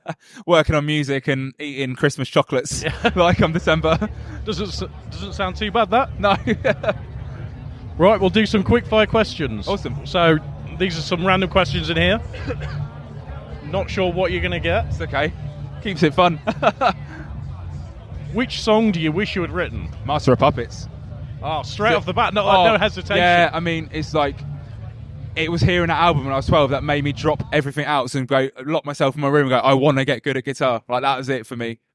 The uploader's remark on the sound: Live from Bloodstock Festival after they nailed their set on the Sophie Lancaster Stage earlier in the day.